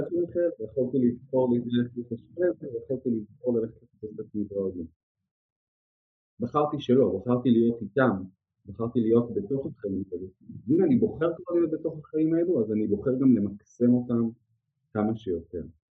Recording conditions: poor sound quality